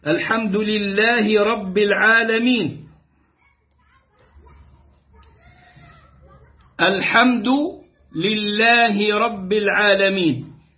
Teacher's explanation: ما ينبغي أن نشبع الهاء هنا، الحمد لله رب العالمين، الحمد لله رب العالمين، لأن الهاء تحتها حركة واحدة، لو صارت حركتين فتكون ياء ويتغير المعنى ويكون من جنس اللحن الجلي في الآية أو في الفاتحة، ولو كانت من إمام لا تصح بها الصلاة.